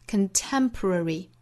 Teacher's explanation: Contemporary 这个词，我们注意重读音节在 tem 这个音节上。